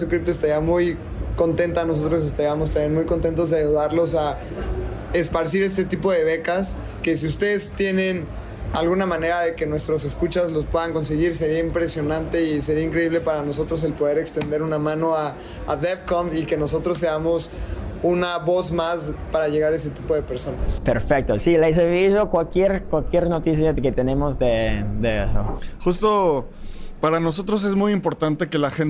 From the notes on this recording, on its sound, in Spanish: En este episodio los grabamos en ETH Denver uno de los eventos de cripto más importantes a nivel mundial.